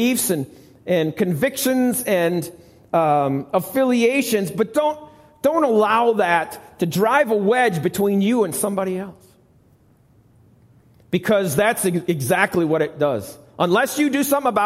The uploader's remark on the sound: Recorded live at the Alabama Full Gospel Fellowship church. Alabama Full Gospel Fellowship, 5329 Gravel Rd., Medina, New York 14103.